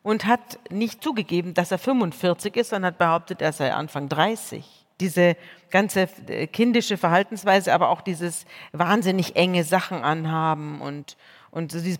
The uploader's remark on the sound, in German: im Live-Podcast der Langen Nacht der ZEIT